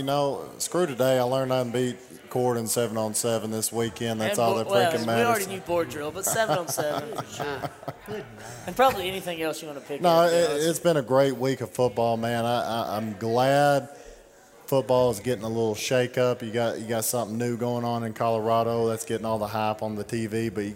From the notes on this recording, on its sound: Recorded LIVE from Society American Nosherie on the Downtown Square in Lawrenceburg, TN.